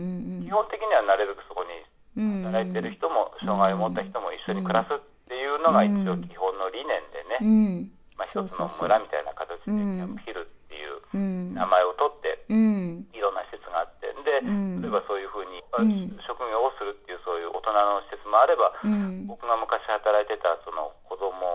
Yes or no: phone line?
yes